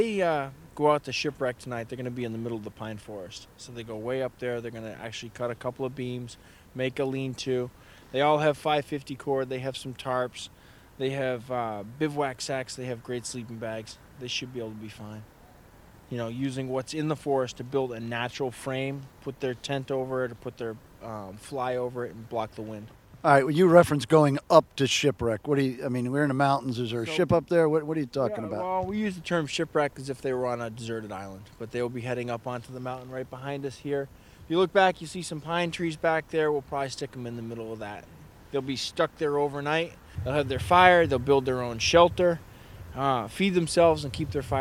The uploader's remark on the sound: On Location at Spartan Winter Agoge 001